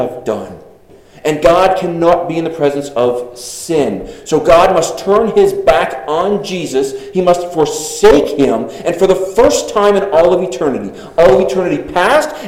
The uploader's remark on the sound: Delivered 6/4/23 at Congregational Church in Arriba, CO.